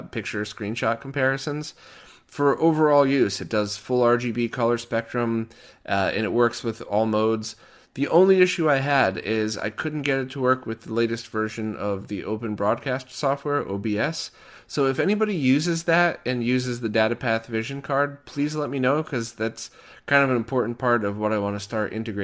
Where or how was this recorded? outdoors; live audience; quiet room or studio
quiet room or studio